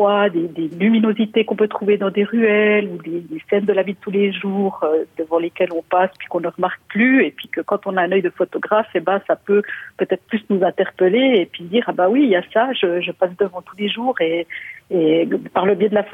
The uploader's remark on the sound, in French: On échangera également par téléphone avec la photographe.